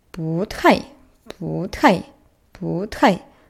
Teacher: И здесь уже пу будет вторым тоном, потому что тхай четвертым, когда у нас идет пу перед четвертым тоном, то оно изменяет тон на второй